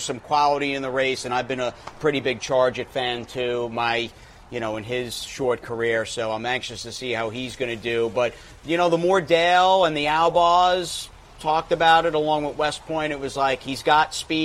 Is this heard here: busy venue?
yes